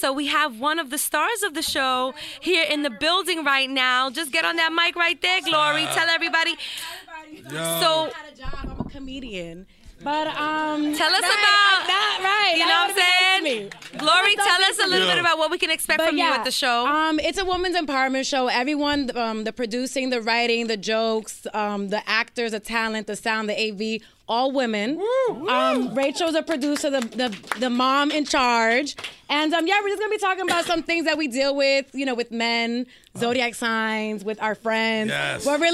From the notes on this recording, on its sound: in front of a packed studio audience